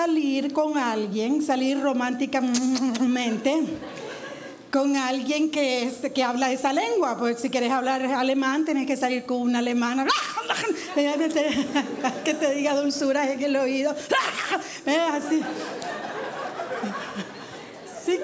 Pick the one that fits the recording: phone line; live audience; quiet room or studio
live audience